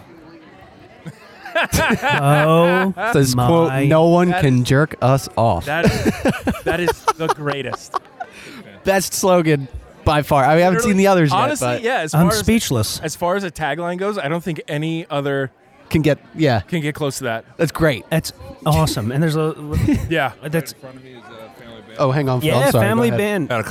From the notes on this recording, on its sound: LIVE From The Philly Hot Sauce Festival! We recorded on-location from the first annual Philadelphia Hot Sauce Festival!